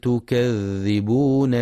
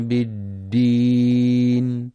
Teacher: يراعي القارئ رخاوة الذال في كلمة تكذبون وشدة الدال في كلمة بالدين